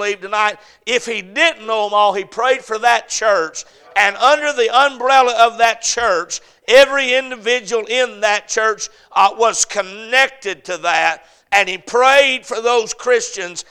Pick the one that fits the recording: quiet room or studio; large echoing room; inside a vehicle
large echoing room